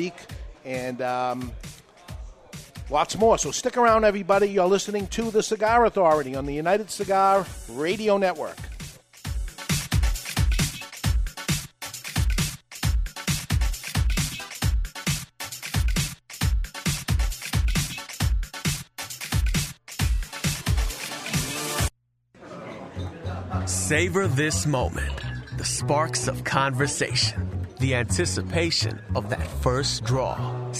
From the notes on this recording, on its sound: The Camacho American Barrel Aged Tour rolls through Nashua, New Hampshire and we broadcast live from the event at Two Guys Smoke Shop.